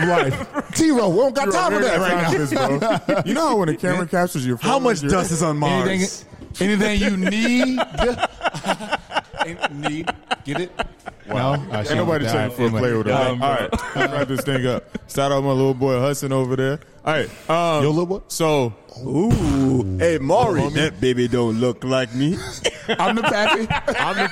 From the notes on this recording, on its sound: The Mics are joined by a live audience in this episode.